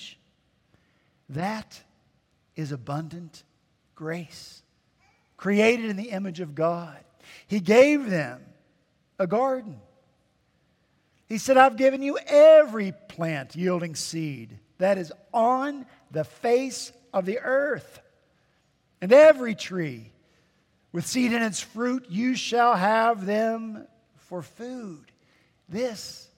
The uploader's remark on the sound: At Redeemer Presbyterian Church in Charleston, SC, our senior pastor continued his sermon series in First Peter.